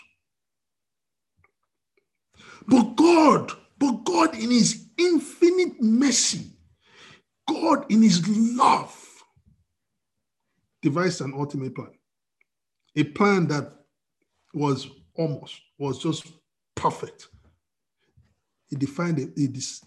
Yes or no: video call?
yes